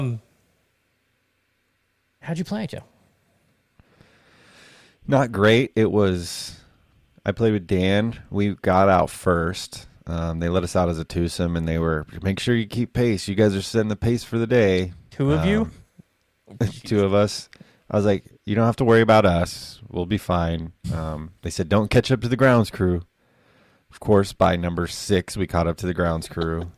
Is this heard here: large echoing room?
no